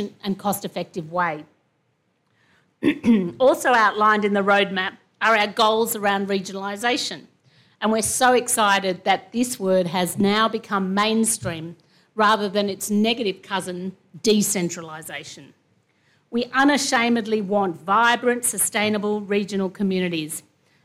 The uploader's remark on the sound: delivers the keynote address at the 2022 Nuffield Awards Gala dinner